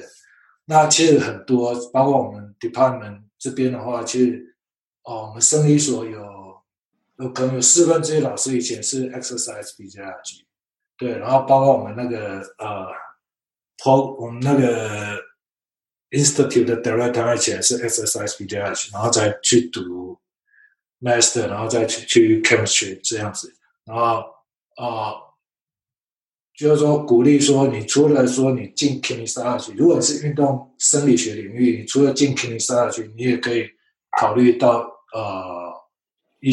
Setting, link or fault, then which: link, video call